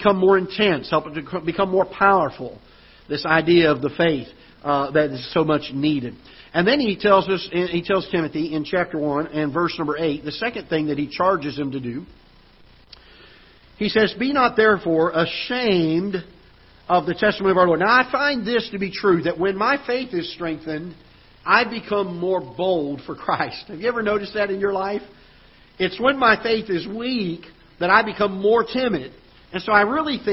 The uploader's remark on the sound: Ketha Heights Baptist Church ~ Live Broadcast